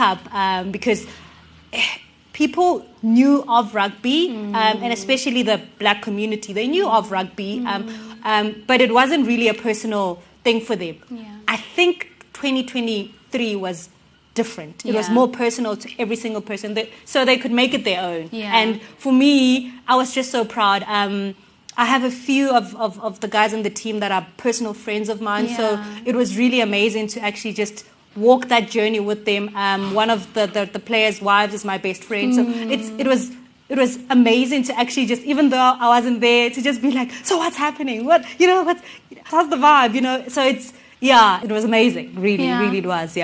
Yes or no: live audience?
yes